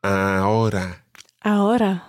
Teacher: Try to combine the a with the ora and make it one sound and not a stop in between.